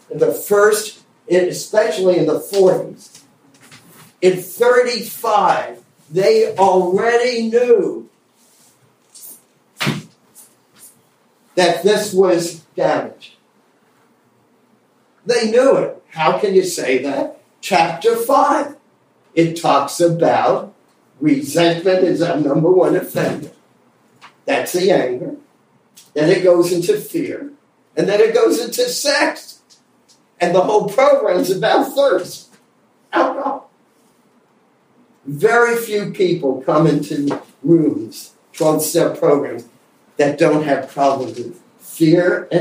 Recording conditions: poor sound quality